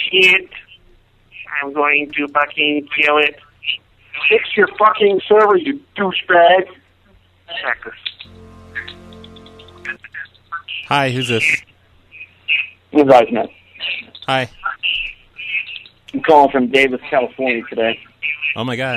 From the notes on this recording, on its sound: …'s Personal Prank Phone Calls Collection.